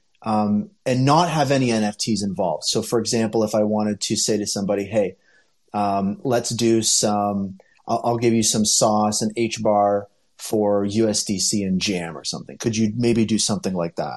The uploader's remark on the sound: Originally broadcast live on Twitter spaces.